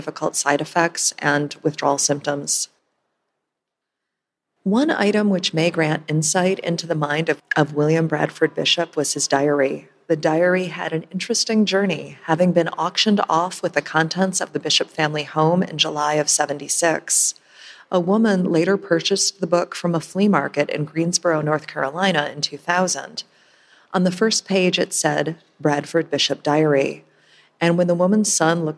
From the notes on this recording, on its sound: This is a special LIVE episode recorded at the True Crime Podcast Festival in Chicago Illinois on Saturday July 13, 2019. This is a special LIVE episode recorded at the True Crime Podcast Festival in Chicago Illinois.